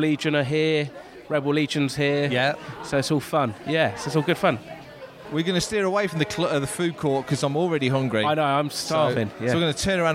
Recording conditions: busy venue